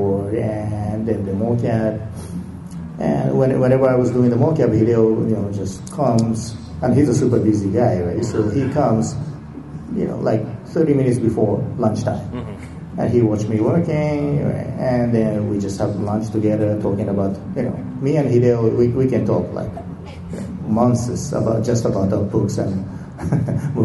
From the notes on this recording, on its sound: Comikaze 2015. Rage across Stan Lee’s Comikaze in Los Angeles. Listen to the live panel.